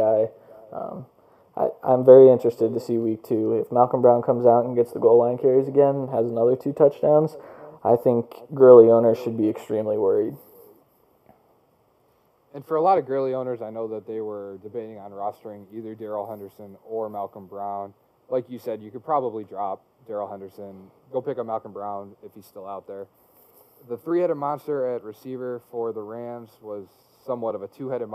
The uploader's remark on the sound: Please excuse the sound quality